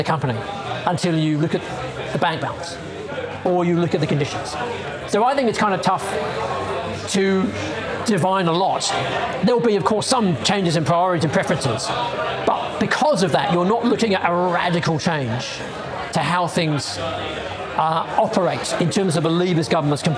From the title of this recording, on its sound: Live in London!